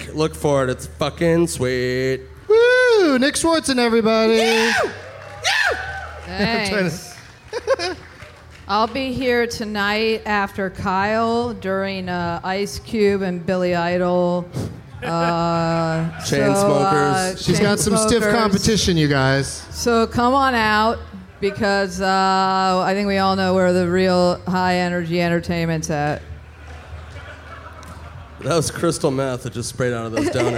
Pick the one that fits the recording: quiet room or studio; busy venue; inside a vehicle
busy venue